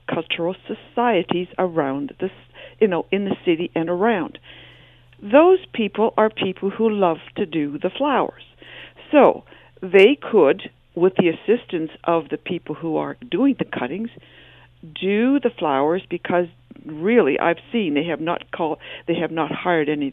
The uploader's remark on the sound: opens the phone lines to get your opinion on this